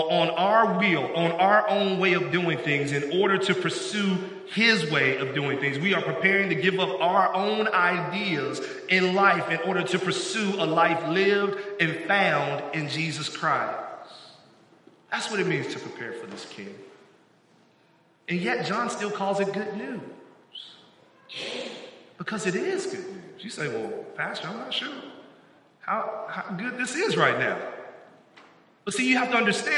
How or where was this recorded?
large echoing room